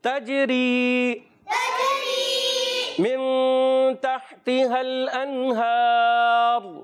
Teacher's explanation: جیم حرف قلقلہ سے ہے، قلقلہ ادا کریں گے، آواز لوٹ کر آئے گی